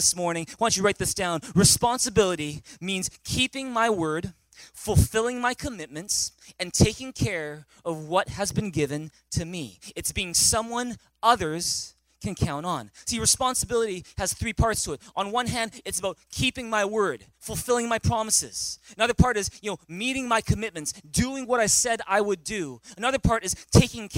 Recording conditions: large echoing room